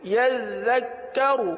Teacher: دو تشدیدیں آ جاتی ہیں ایک تشدید چھوڑ دی جاتی ہے، تو دونوں تشدید کو ادا کیجئے